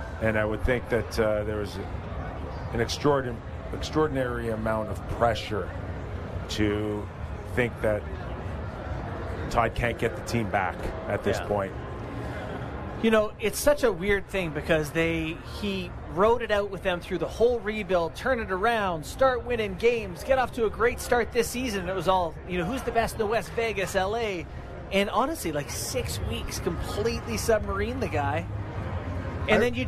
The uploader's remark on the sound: Live at Fan Fair. Are live at All-Star Fan Fair to break down a news-filled day in the NHL!